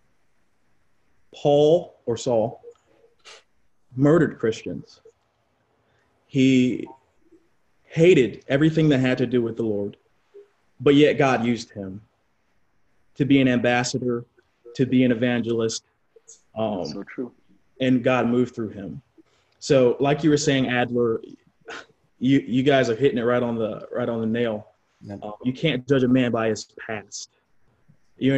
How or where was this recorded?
video call